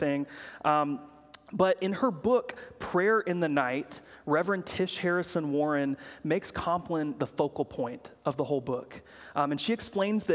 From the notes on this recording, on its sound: preached at Good Shepherd Oak Cliff